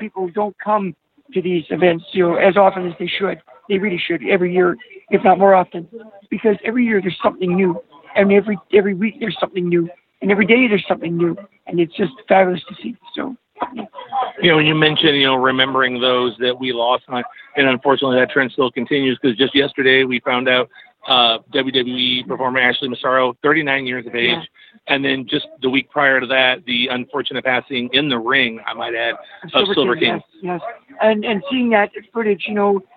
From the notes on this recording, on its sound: Live and on the scene at the Pro Wrestling Hall of Fame & Museum in Wichita Falls, Texas for the Big Hall of Fame Class of 2019 Induction Weekend festivities